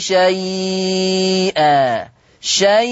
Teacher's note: قرأ ورش بالتوسط أربع حركات والإشباع ست حركات